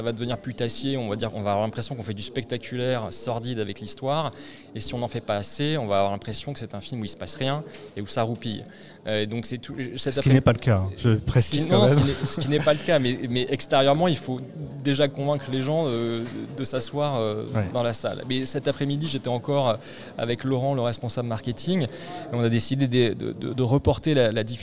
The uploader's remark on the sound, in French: Episode enregistré au cinéma L'Arlequin (Dulac Cinémas)